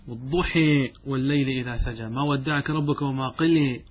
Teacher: طيب والإمالة تسمى كما يقول الخضري تسمى الكسر، وتسمى البطح، وتسمى الإضجاع، لأنها اصطلاحا تميل الفتحة نحو الكسرة، أن نميل الفتحة نحو الكسرة، ونميل الألف نحو إيش؟ نحو الياء